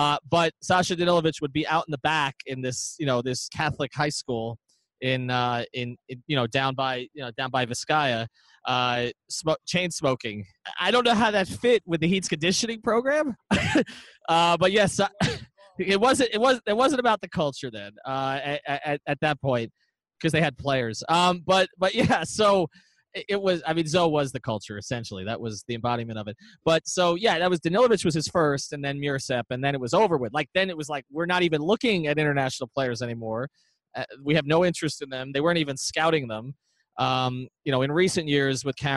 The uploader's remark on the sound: LIVE from All-Star Weekend Special. Live at All-Star weekend in Charlotte.